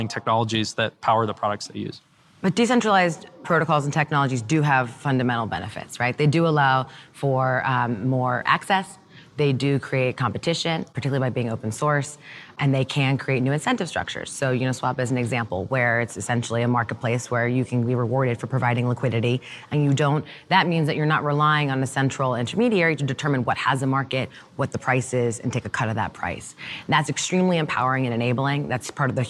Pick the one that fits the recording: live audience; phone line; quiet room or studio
live audience